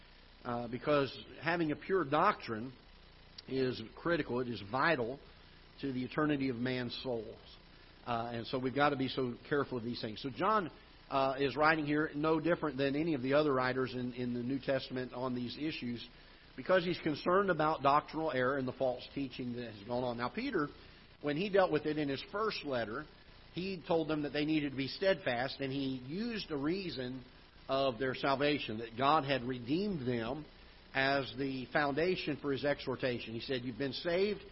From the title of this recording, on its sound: Ketha Heights Baptist Church ~ Live Broadcast